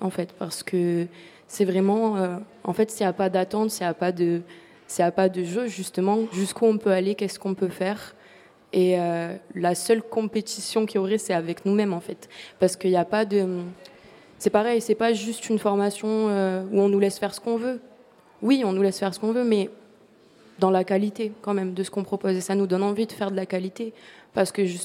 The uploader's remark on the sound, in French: Sup de Sub à La Criée. Émission réalisée en direct avec les étudiants et des invités de Sup de Sub autour des questions portées par cet enseignement expérimental.